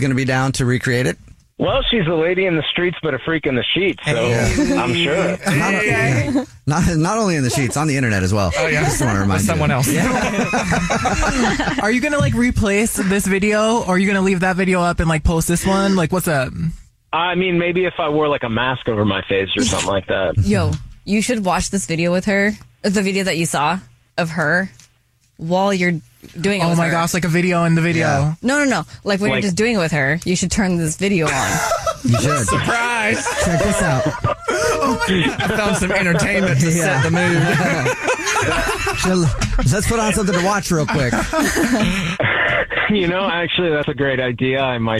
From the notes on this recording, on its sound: There is a guy on the phone